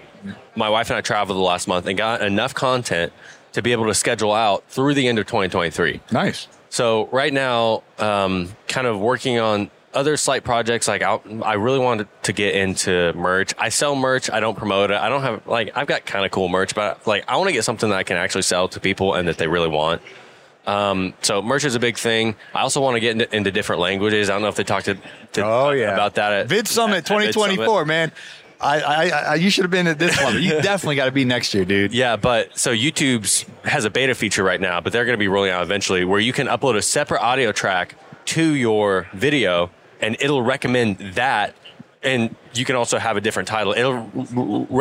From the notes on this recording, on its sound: Live from the John Deere booth at Equip Expo 2023